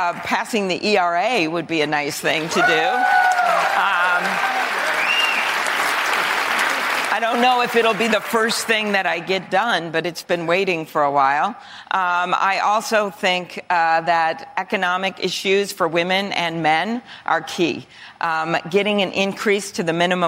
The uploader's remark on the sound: answers questions from voters in Nevada during a live town hall